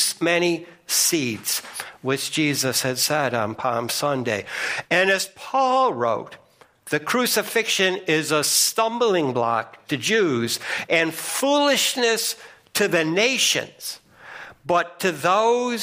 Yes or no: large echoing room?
yes